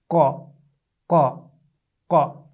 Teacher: The difference is again in the heaviness of qaf. The tongue moves upward, which makes the pronunciation of the qaf heavy.